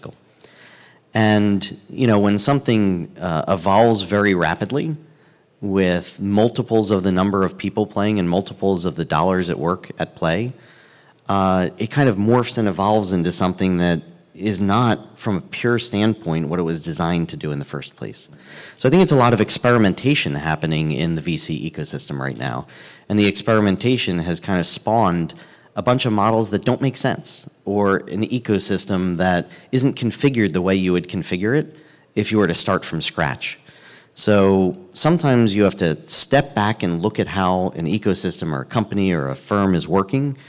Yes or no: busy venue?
yes